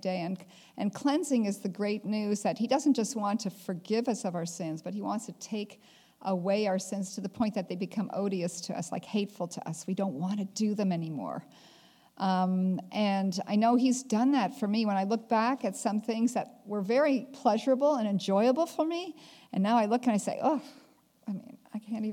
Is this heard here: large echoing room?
yes